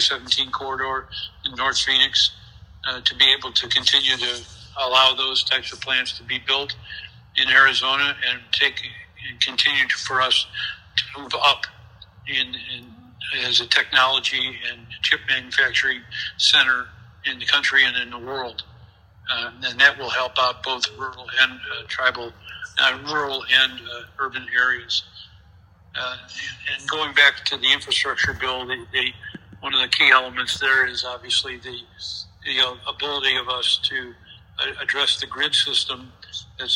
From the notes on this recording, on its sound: This interview was recorded on speaker phone so please be aware of the lower sound quality.